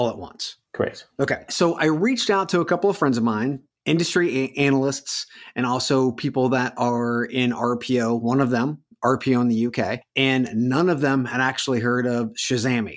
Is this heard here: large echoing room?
no